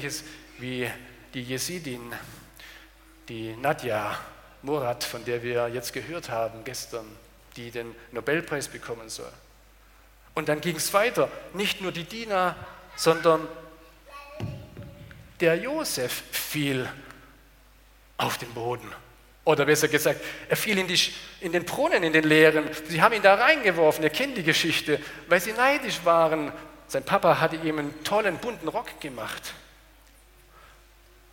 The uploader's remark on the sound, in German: Aus dem Gottesdienst der Liebenzeller Mission.